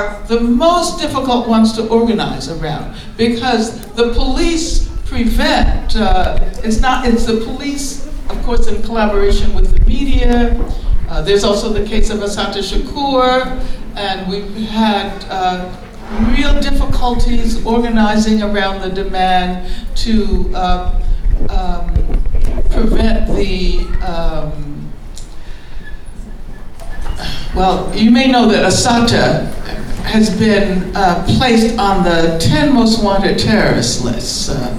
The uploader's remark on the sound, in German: Aufgenommen auf einer Veranstaltung in der Berliner "Werkstatt der Kulturen".